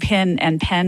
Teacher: So if I move to the South, I might start saying pin and pen more alike